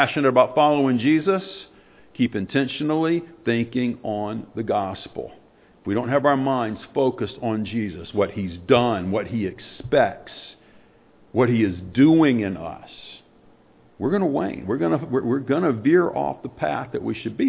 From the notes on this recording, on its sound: Sunday morning sermon